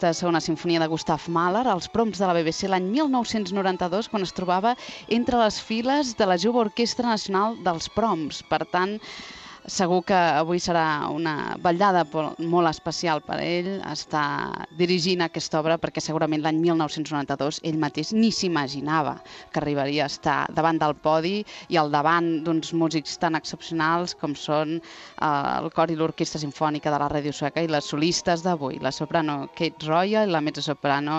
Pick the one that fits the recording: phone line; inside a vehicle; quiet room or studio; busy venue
busy venue